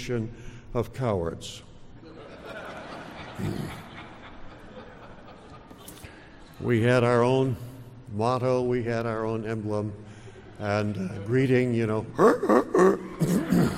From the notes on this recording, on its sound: delivers a stirring message at a Reclaiming America for Christ Conference held at Coral Ridge Presbyterian Church